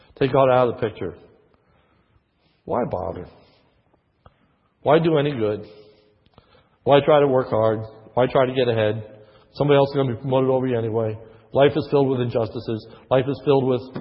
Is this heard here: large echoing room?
yes